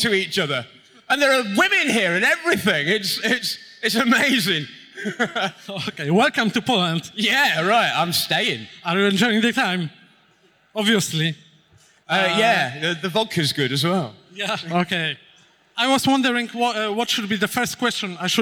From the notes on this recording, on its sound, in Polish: Nagranie to jest zapisem sobotniego panelu na scenie głównej festiwalu Pixel Heaven 2016